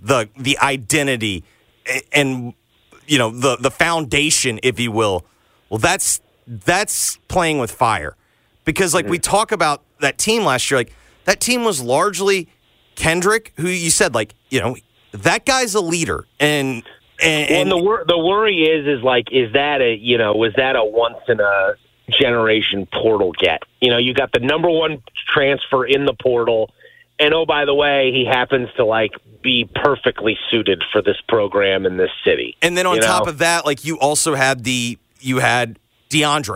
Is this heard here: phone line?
yes